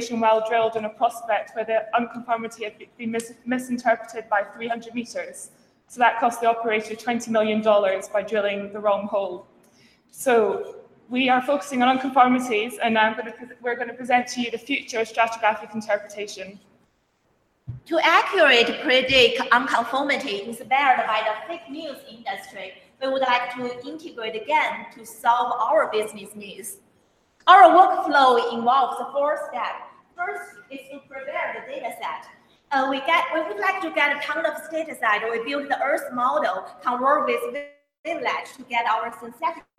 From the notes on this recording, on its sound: This week's episode is an audio only version of the presentations at the 2018 Subsurface Hackathon in Salt Lake City.